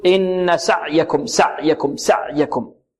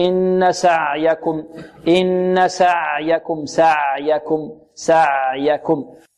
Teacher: هذه العين بارك الله فيكم مخرجها من وسط الحلق، وفيها صفة التوسط · Shown in: second take